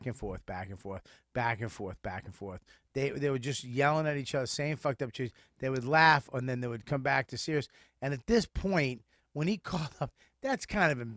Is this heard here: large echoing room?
no